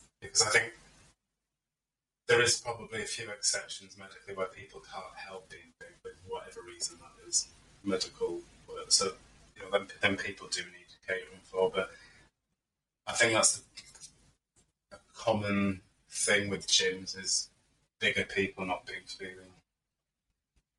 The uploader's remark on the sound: We are aware of some sound issues towards the end, as we grow and gain experience we hope so does our terrible tech and recording skills !